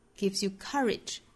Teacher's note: Courage 这个词，因为它里面有一个重读音节，所以 ka 这个音节呢相对来说用时比较长，而前面的 gives you 也好，后面的 rich 也好，都是非常短快的。